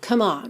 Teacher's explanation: Come, C-O-M-E. A gente não pronuncia esse E, então já pode juntar do M direto no on.